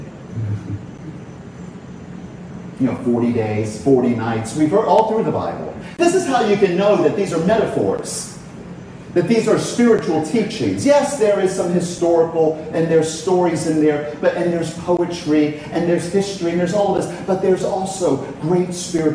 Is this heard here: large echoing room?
yes